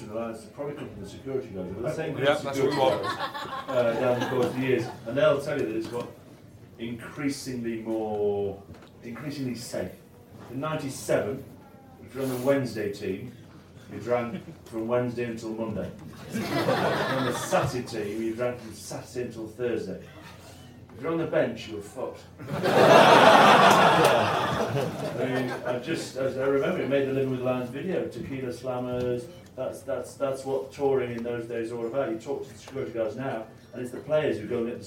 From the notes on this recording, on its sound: LIVE Bitter Rivals. In front of a live audience of 100+.